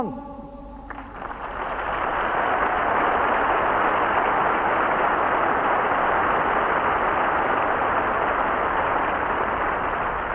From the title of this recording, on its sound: homily at Bellahouston Park in Glasgow in 1982